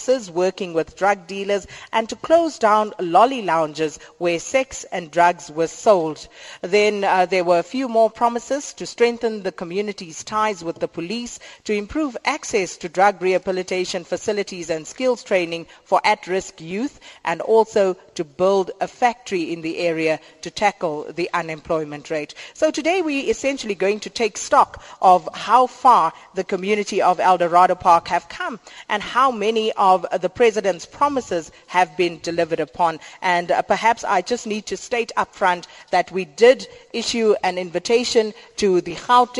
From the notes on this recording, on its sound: We were broadcasting to you live from the Don Mateman Hall in Eldorado Park, Johannesburg.